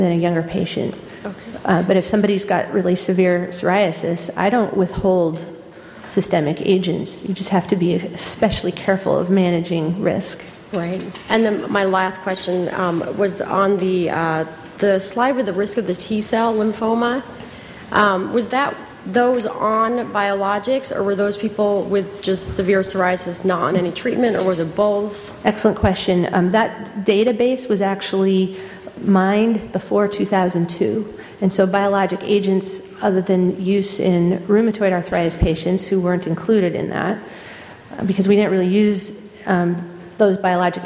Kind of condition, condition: setting, large echoing room